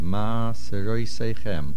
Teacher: Try to lengthen that ma sound to get a little bit of a guttural sound.